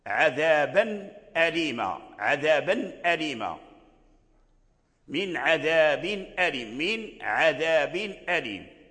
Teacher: فتظهر النون وتتضح، تظهر النون ويظهر سكونها